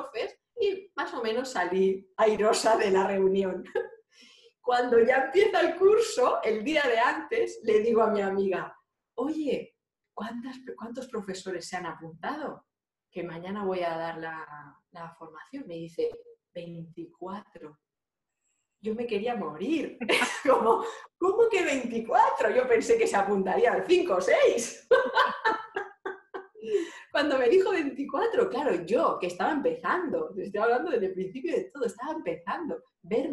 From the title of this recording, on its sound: Zoom Session